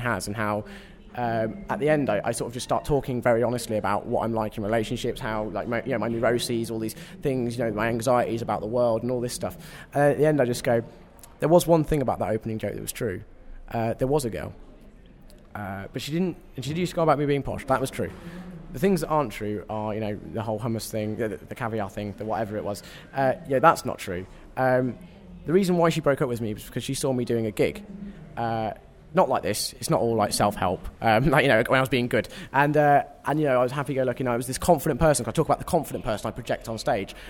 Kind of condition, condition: setting, busy venue